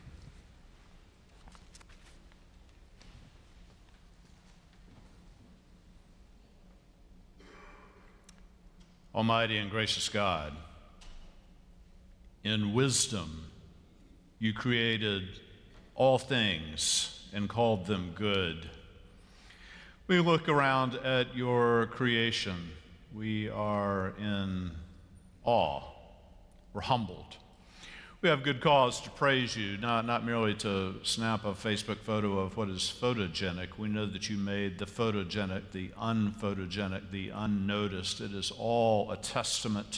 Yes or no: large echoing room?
yes